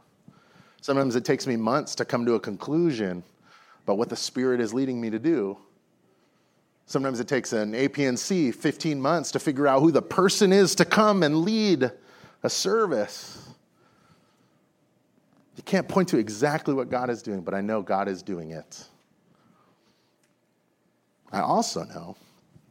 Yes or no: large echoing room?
yes